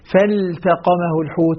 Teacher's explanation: اللام مع التاء مظهرة